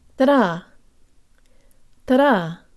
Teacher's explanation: The D in this phrase is just like a flipped Russian R, where the tongue flicks against the roof of the mouth. As I've said before, it's strange but true that English speakers perceive this sound as a D, but Russian speakers perceive it as an R.